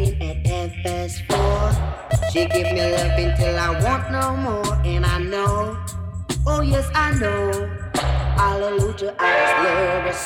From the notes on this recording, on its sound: Reggae vs Jungle at The Refreshment Room, Stratford, London! This was a "live" set on the Reggae Roast Soundsystem last Summer.